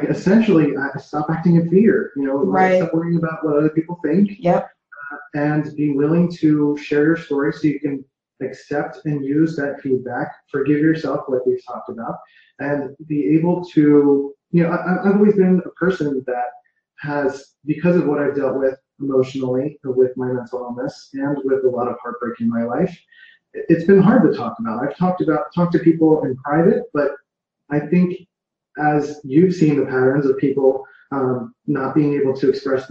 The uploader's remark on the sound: on a Facebook Live in her group Passion + Action